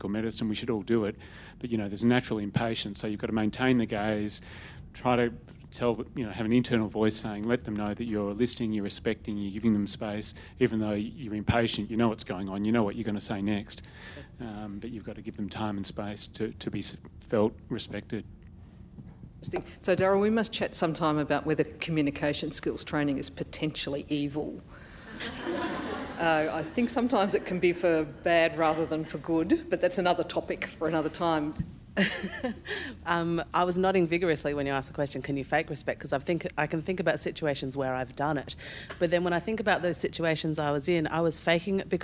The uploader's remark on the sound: In the closing plenary session of the 2019 National Children's Bioethics Conference